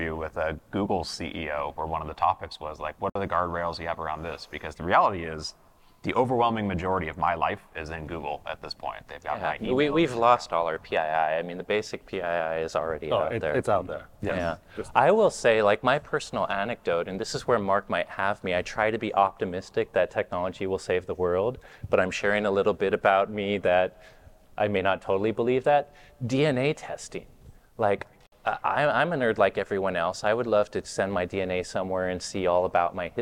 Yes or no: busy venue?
yes